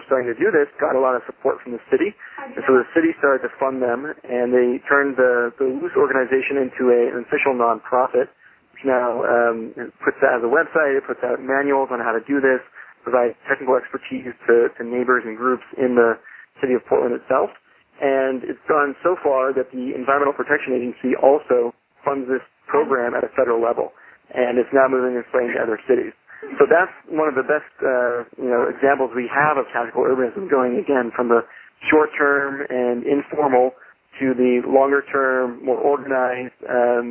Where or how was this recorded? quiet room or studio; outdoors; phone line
phone line